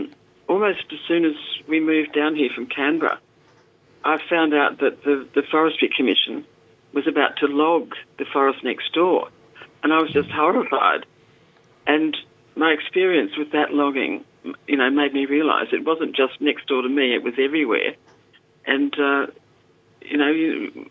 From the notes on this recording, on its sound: Joining us via phone from the South Coast and in studio.